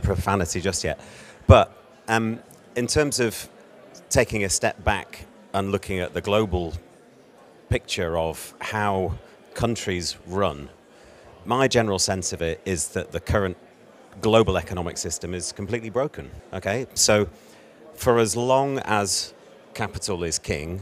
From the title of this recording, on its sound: Live from Dublin